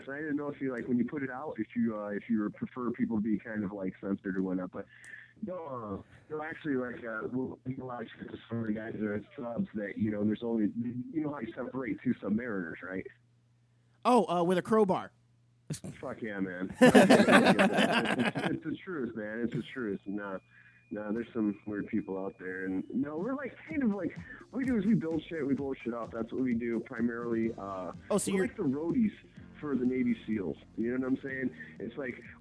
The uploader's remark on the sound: Full crew in. A call in guest.